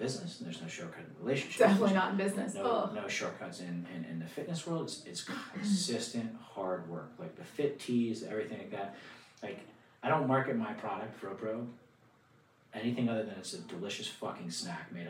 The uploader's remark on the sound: We had some technical difficulties during the recording, so if the audio is a little low, I apologize. We tried our best to fix it and raise the volume for publication.